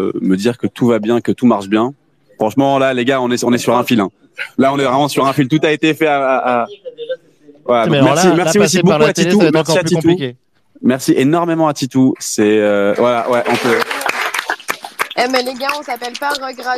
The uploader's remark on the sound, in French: En direct depuis la NFT Factory